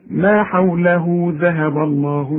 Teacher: حوله ذهب الله انما اذا وقفت تقول لي ايه ما حوله اذا وقفت يبقى ما عندكش مد انما تمد عند الوصل